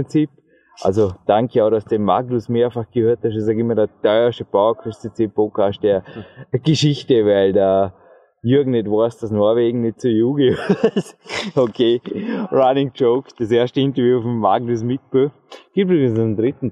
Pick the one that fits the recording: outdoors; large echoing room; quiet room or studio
outdoors